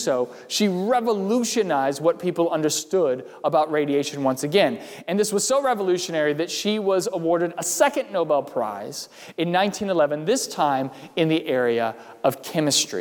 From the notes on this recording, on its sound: during the Sunday July 19, 2020 service, at First Presbyterian Church of Arlington Heights, Illinois.